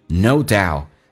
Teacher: There is no doubt, doubt 的 t 去掉。那这叫略音,no doubt.同时呢,t 不发音，气流要阻塞一下，因为 t 前面是一个元音